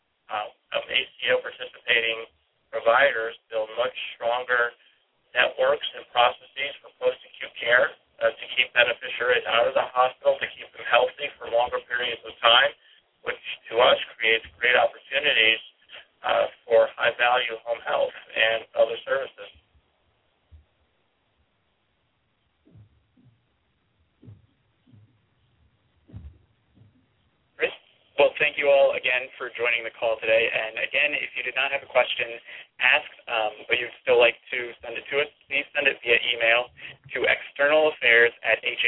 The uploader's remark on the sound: This is a rebroadcast of the live feed from Thursday, October 20th 2011 conference call